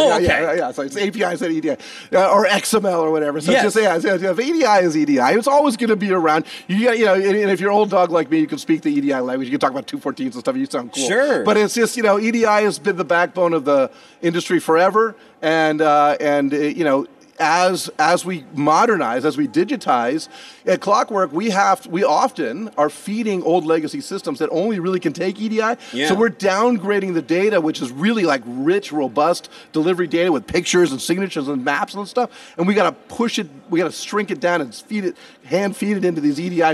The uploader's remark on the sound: Is coming to you live from day at FreightWaves Future of Supply Chain in Cleveland, OH.